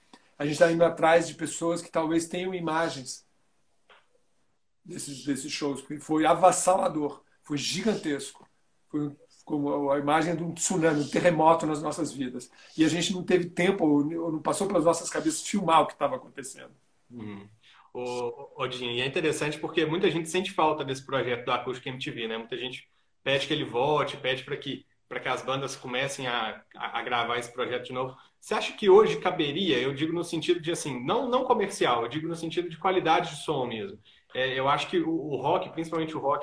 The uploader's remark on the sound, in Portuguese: esteve ao vivo no instagram da Alvorada FM para um bate papo